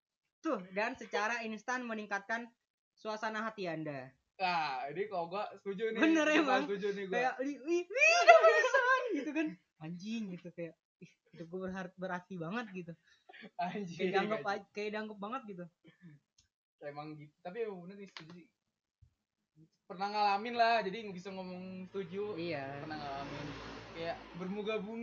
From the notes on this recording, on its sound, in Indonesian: Audio nya kaya anjing jadi maaf jika banyak suara kendaraan.